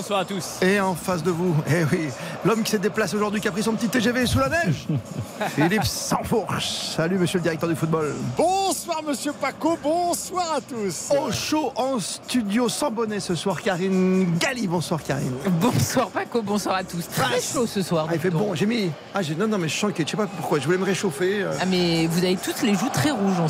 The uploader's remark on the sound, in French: en direct du stade Vélodrome